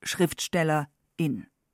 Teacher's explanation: In der gesprochenen Sprache ersetzt eine Pause das geschriebene Sternchen. Zumindest, wenn es mitten im Wort steht.